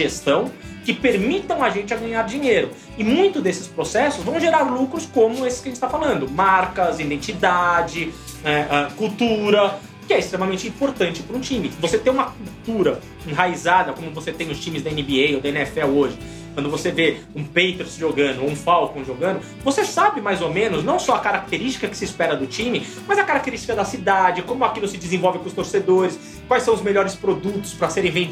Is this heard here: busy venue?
no